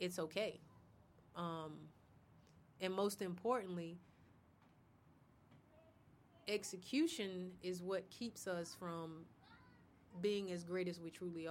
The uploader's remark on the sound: We recorded this in a gazebo in a park in Pensacola, FL sometime in March 2022.